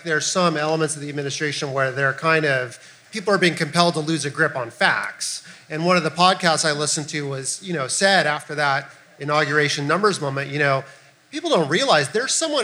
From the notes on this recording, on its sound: Recorded live June 21, 2017 at Eli's Mile High Club in Oakland, CA.